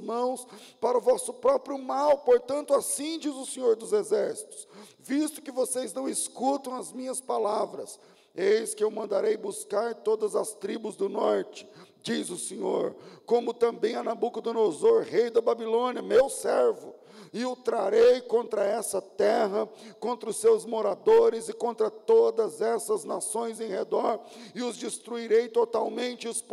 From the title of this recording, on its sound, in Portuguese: Culto ao vivo